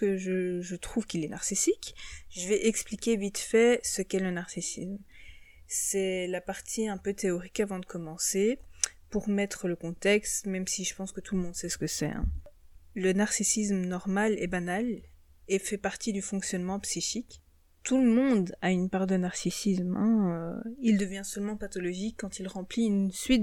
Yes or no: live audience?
no